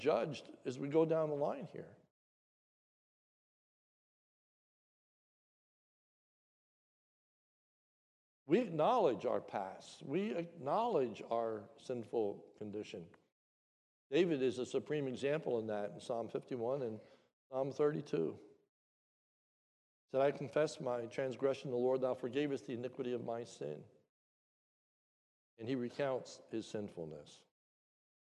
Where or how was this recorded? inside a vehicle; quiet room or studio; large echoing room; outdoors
large echoing room